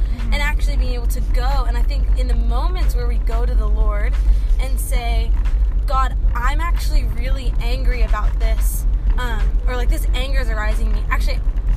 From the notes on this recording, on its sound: joins me in my car